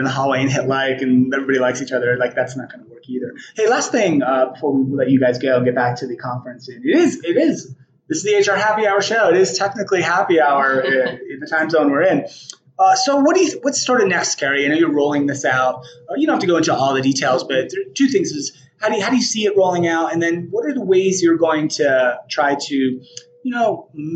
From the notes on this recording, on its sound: recorded live from the OC Tanner Influence Greatness Conference in Park City, Utah